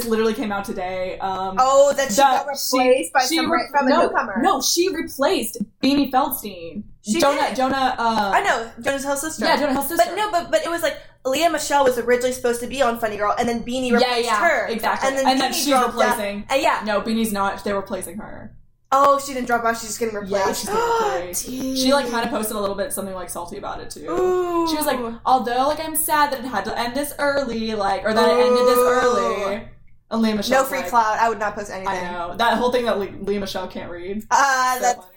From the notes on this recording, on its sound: if you hear microphone issues